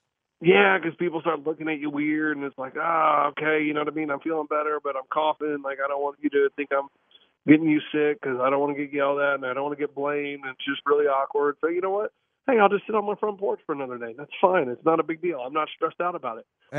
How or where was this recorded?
phone line